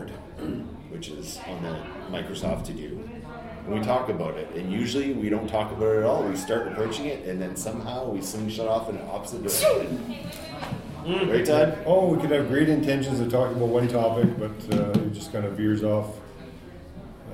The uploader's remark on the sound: Episode 380 – Live from Keycon 2022